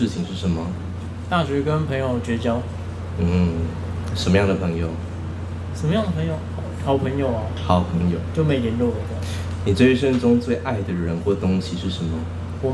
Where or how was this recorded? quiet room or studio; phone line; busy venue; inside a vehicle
busy venue